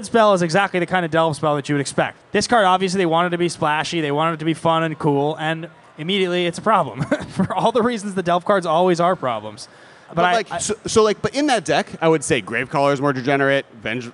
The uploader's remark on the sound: LIVE from MF: Seattle! Hosted a live episode at Magicfest in Seattle. A big thanks to Channel Fireball for inviting us to host this show!